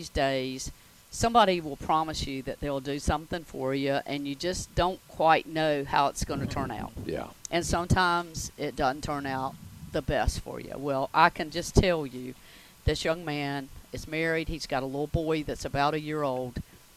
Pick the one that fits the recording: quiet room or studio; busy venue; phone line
busy venue